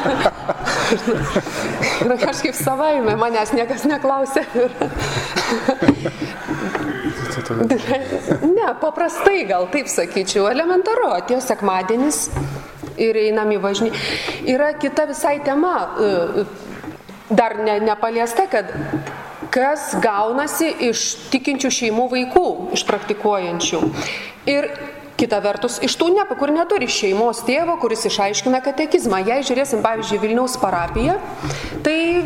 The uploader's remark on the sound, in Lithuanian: Įrašas iš Šeimų festivalio.